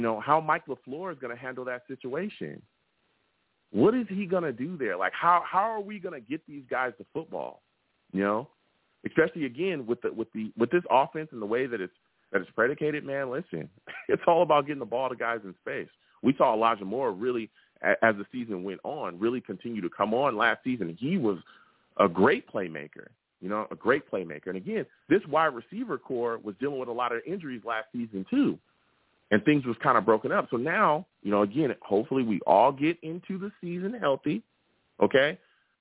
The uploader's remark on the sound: I also take live callers!